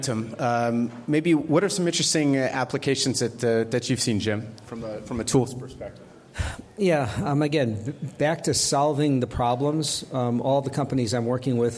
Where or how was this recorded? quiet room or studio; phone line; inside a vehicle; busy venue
busy venue